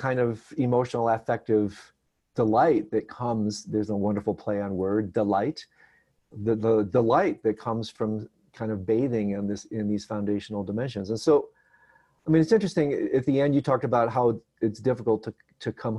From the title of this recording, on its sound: Virtual Hangout